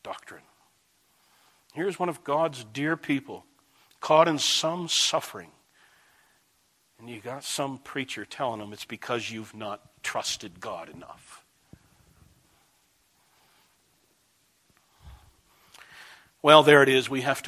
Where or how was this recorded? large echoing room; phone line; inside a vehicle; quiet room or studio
large echoing room